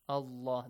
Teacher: The word Allah, because we have a fatha before. It has to be pronounced heavily, yes? Allah, the lam has to be pronounced heavily.